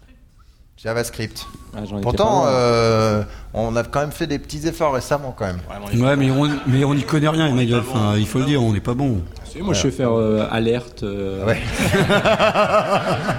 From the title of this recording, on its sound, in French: en direct de Devoxx